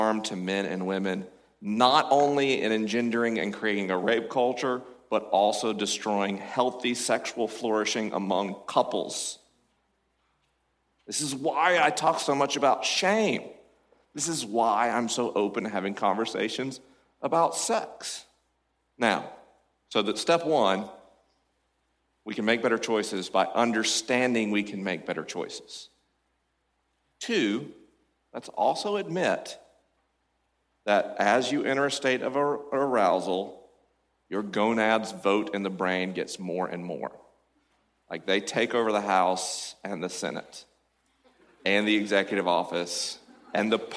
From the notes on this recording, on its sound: LIVE from Cascade Church in Portland, OR. LIVE from Cascade Church in Portland, OR.